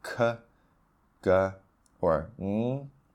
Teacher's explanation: it's sort of the back of your tongue that's lifting up and touching the roof of your mouth · Term: velar sounds